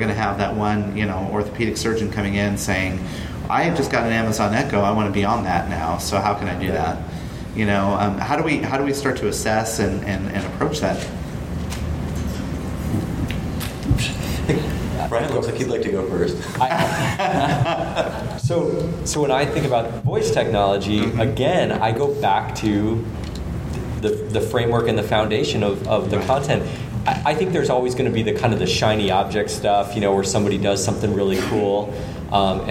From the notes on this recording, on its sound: Live from Content Marketing World Cleveland Clinic Health Summit 2017. Live from Cleveland, this week’s episode features audio captured at the Content Marketing World Cleveland Clinic Health Summit 2017.